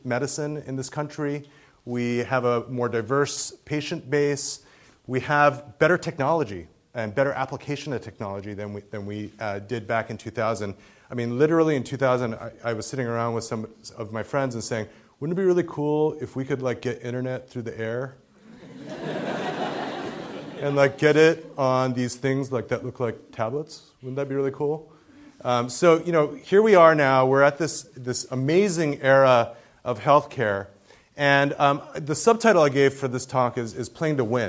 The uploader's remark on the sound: Keynote talk at the 2015 Asian Pacific American Medical Student Association. At the University of California Irvine School of Medicine.